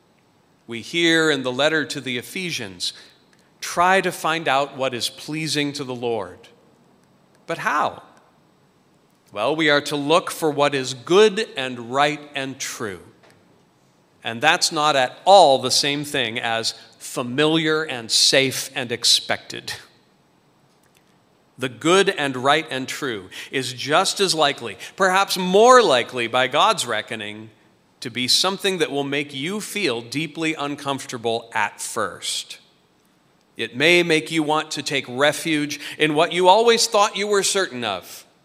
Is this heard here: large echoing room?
yes